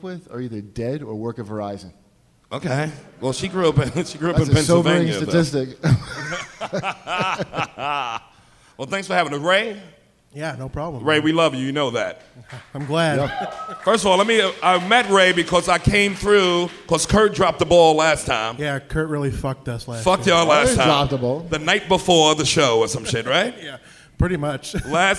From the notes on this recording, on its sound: live at Small's Bar in Detroit!